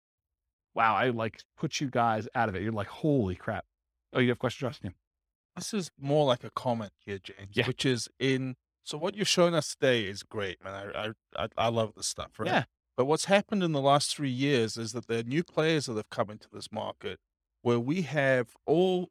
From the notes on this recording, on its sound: Real estate investors and real estate entrepreneurs in Hampton, Virginia. This was a live class recorded to give investors a solid qualitative overview of all the different real estate investing strategies.